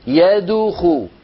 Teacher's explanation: هنا ضممت شفتي عند الدال، والدال ساكنة مقلقلة، الضمة للخاء التي بعدها